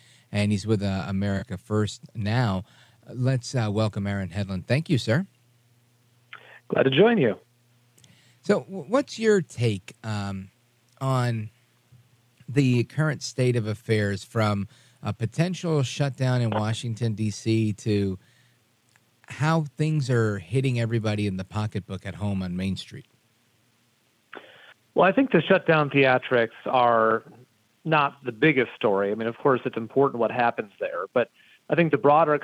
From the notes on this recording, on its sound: we take your calls in open phones across America